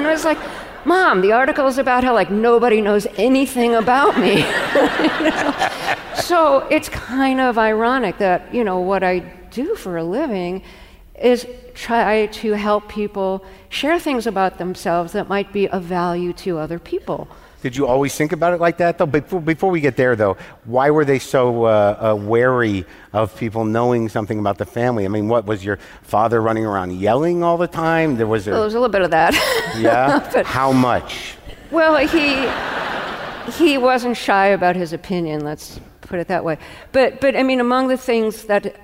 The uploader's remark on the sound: In front of a live audience at the BAM Opera House in Brooklyn.